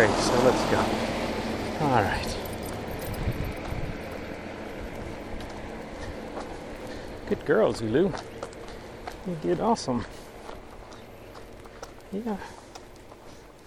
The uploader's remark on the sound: I have lots of time to think while walking the dog. Recently I am also carrying a 10kg pack while walking so a recorder was easy to stick on top!